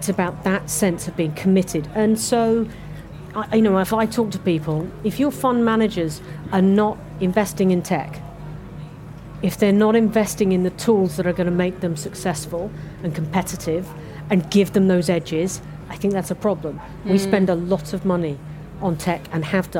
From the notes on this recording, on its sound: At the FT Weekend Festival at Kenwood House in north London. Perched on high stools behind a kitchen counter meant for a cooking demonstration.